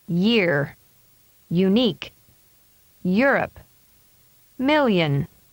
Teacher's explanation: This is a voiced sound. The body of the tongue is pulled back and raised along the palate. The tongue tip is held behind the lower front teeth. Voicing begins before the body of the tongue moves for the next sound. · Term: y sound